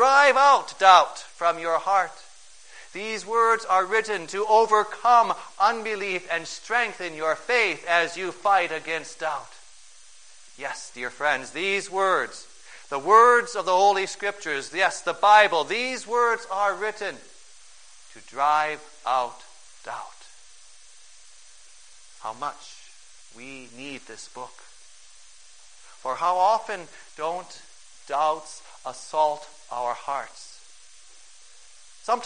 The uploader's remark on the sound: Preached on May 1, 2011, for the Second Sunday of Easter, at St. John's Ev.